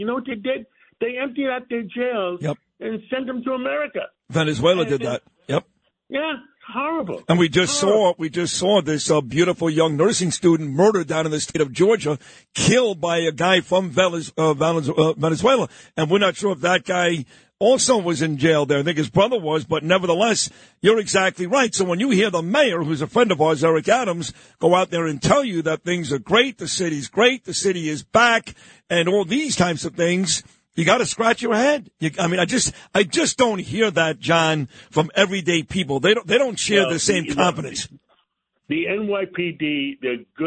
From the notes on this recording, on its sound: calls in from London, United Kingdom